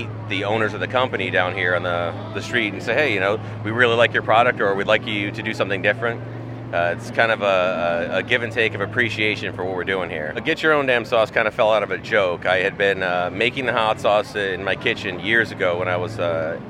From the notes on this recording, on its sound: Sailfest took over the streets of downtown New London. She brought back her impressions and sounds from the event.